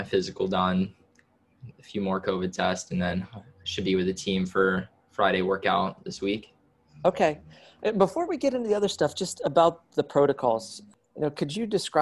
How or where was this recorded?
video call